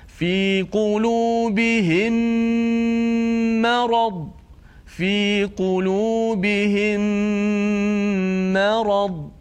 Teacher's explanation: dimasukkan secara sempurna dan dipanjangkan gunahnya dengan kadar yang sepatutnya · Term: idgham